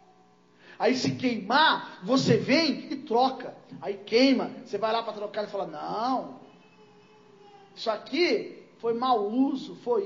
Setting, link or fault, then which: setting, large echoing room